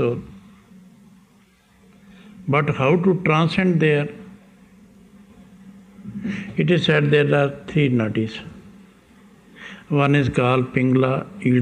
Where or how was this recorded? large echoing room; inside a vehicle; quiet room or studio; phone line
large echoing room